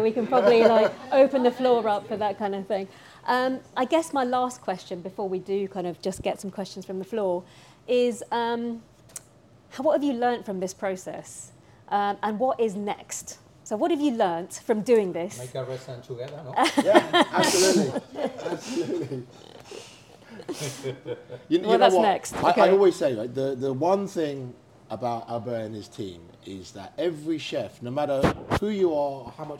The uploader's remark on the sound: Recorded a live Q&A.